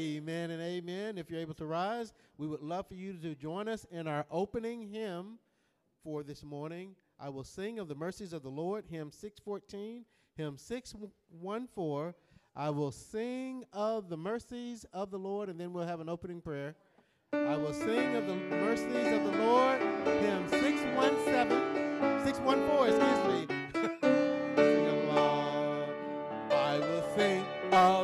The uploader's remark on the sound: Sunday Morning Service: Missions Conference Service.